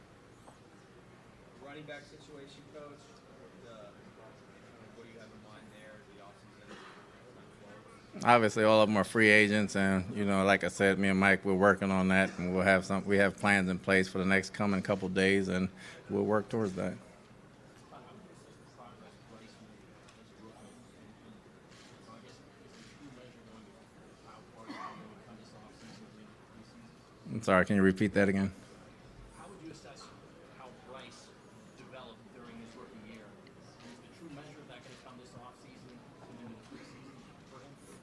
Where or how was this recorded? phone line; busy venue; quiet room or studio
busy venue